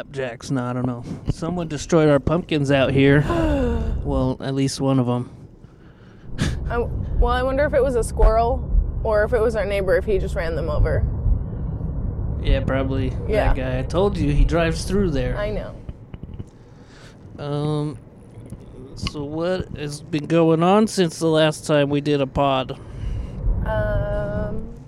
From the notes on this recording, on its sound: This episode was recorded last minute on the morning before it was scheduled to be released. We bring recording equipment with us as we drive around to get breakfast and run some errands. An experimental car ride edition of the show.